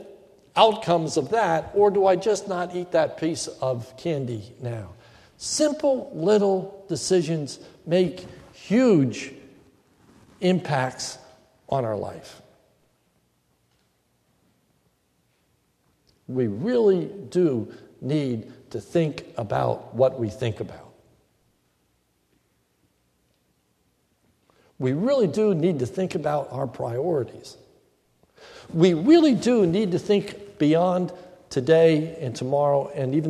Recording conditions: large echoing room